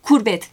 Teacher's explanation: Yine gurbet kelimesini keyle ifade ederek kurbet şeklinde söyleyebiliyorlar.